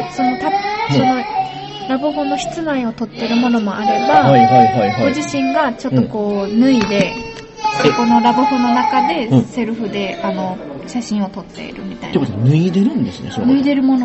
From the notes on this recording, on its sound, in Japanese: フジオフード系列のピノキオで収録。